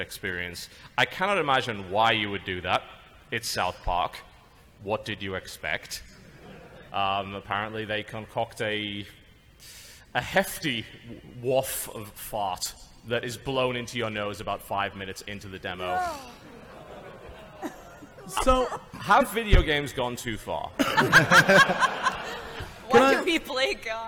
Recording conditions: live audience